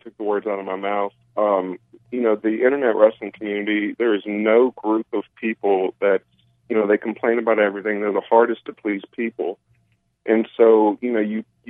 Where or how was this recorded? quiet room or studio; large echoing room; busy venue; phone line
phone line